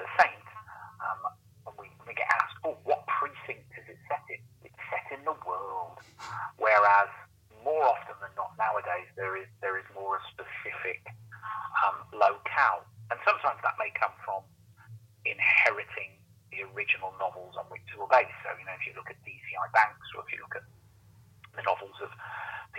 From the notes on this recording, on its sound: Phone in edition. The phone-in programme.